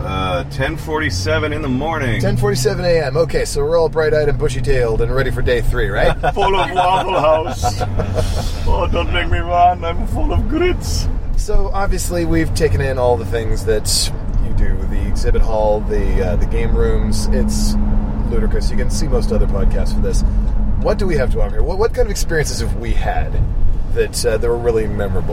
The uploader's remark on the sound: GenCon 2015. You'll hear from us on the road before day one, at the start of day three, and on our long road trip back home. Apologies for the ambient road noise and exhaustion.